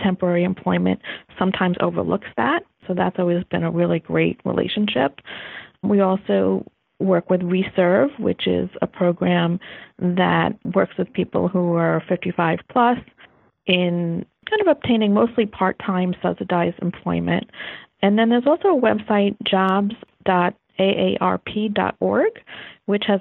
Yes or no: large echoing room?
no